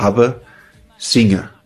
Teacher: am Wortende, bei wir haben, singen und so weiter, fällt das N weg